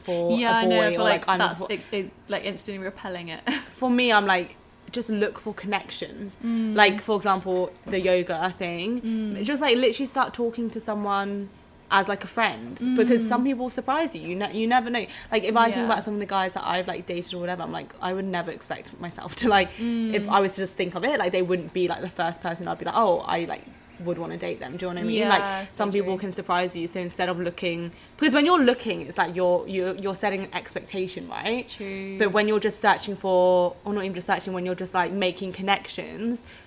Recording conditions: sounds in the background